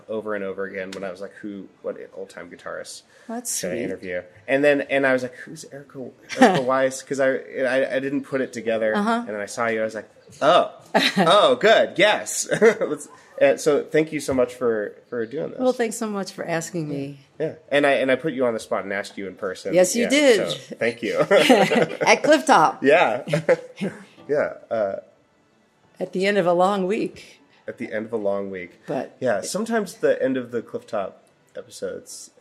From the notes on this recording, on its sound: We recorded this at Clifftop!